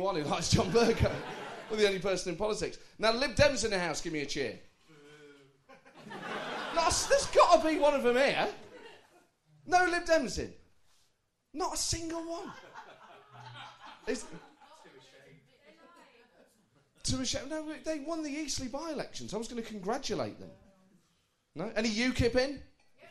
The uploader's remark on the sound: Recorded live at the St James Theatre.